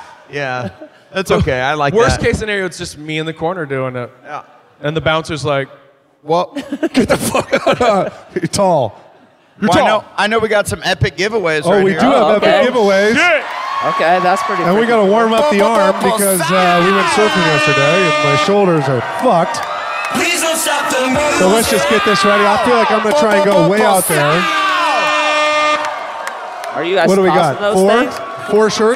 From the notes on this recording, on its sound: Live from Austin!